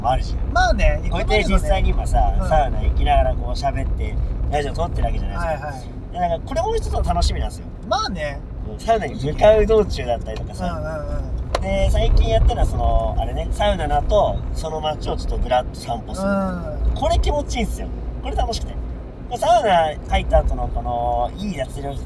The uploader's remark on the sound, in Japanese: 136回目は普段と違い車内での録音となります。スーパー銭湯に向かう道中の車内トークをお届けします。